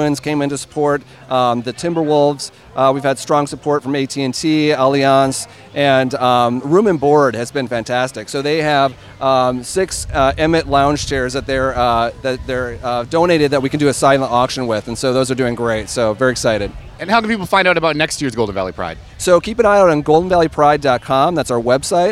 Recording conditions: busy venue